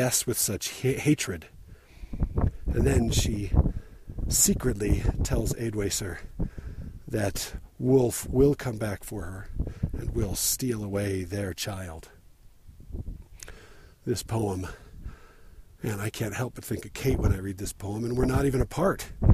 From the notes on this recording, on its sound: Recorded while hiking up the Squaw Peak trail again, in a spot with lots of wind and hence the distracting and omnipresent wind noise.